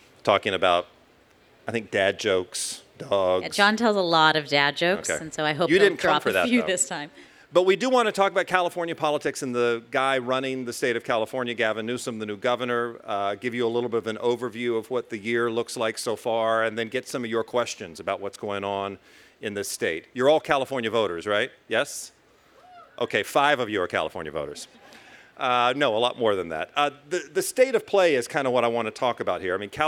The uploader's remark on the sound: Live from the LA Times Festival of Books. From the stage of the Los Angeles Times Festival of Books.